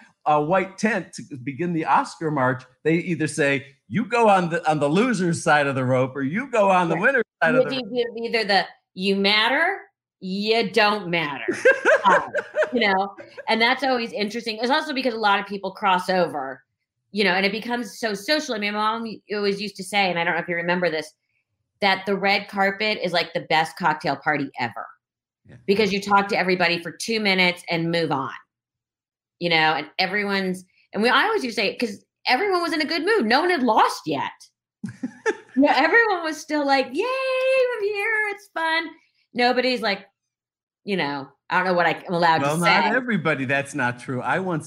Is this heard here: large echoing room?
no